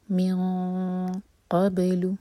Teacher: من قبل، امٹی نون کے بعد قاف، تو اخفا ہیوی اخفا، قاف کے لیے زبان تیار، اور دو سیکنڈس کا ٹائم. من قبل، با پر قلقلہ، با کو باؤنس کیا جائے گا